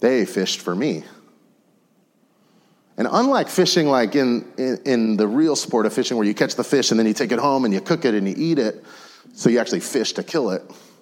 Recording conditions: large echoing room